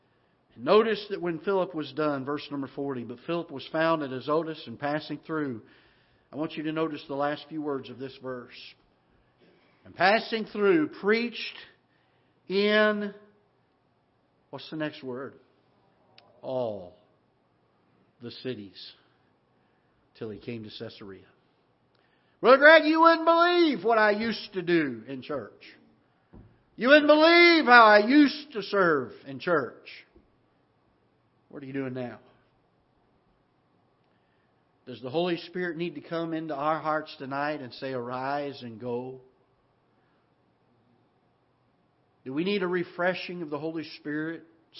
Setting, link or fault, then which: setting, large echoing room